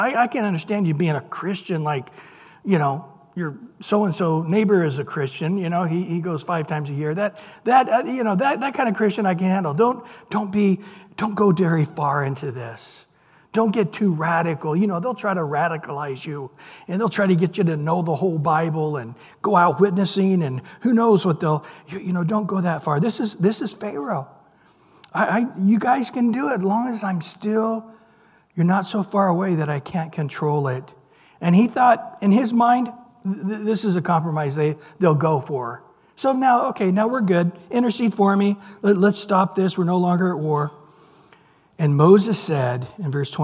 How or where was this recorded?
large echoing room